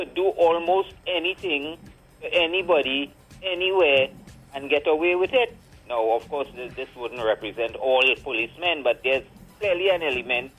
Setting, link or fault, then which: link, phone line